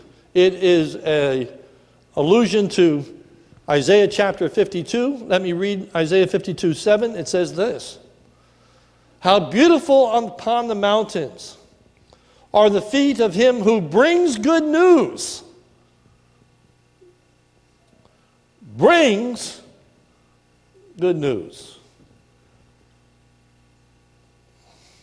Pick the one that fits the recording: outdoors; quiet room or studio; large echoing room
large echoing room